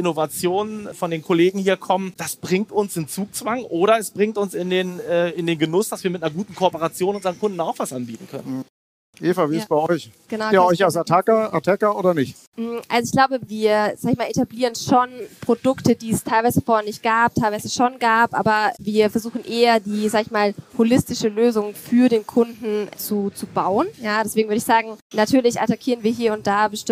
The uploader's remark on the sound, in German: Eine Aufzeichnung des gleichnamigen Panels von der Banking Exchange 2022 in Frankfurt am Main